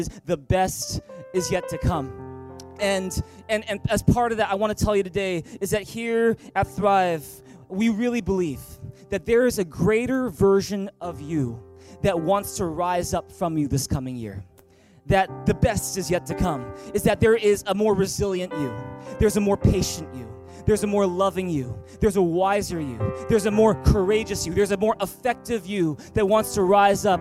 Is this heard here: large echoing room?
yes